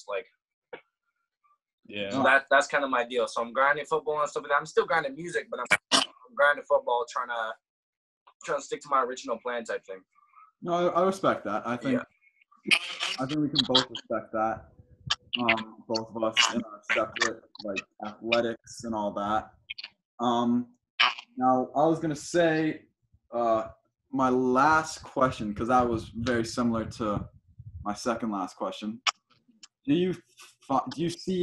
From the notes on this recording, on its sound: We decided to break out some new technology but with that, it caused troubles leading to missing clips. Sorry for the choppy sound.